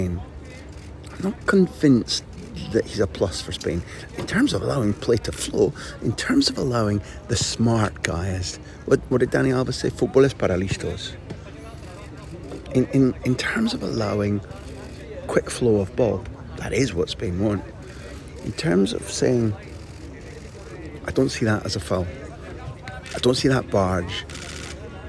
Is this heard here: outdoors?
yes